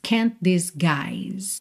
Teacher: você junta o T de can't com o D de disguise